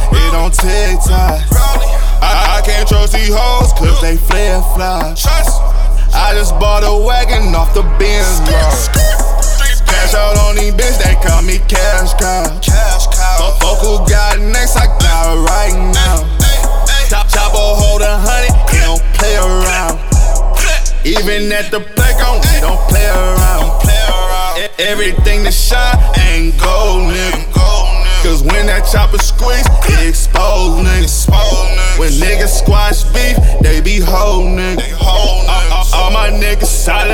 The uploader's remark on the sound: The Nerve DJs 13th Anniversary LIVE from the City Of Champions CLEVELAND October 15